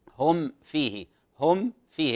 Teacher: هذا إظهار شفوي أو شفهي في مقدار حركة واحدة